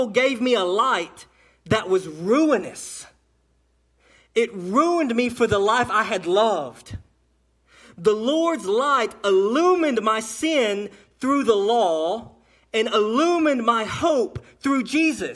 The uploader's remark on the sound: A sermon delivered on 5/27/18 during the 11am service to Cottondale Baptist Church in Eastman, GA